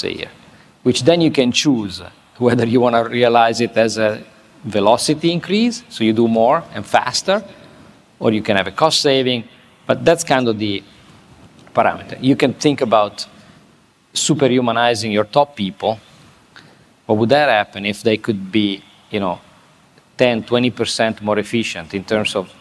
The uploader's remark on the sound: This interview was recorded at Fintech Nexus USA in New York City on May 10. This interview was recorded at Fintech Nexus USA in New York City.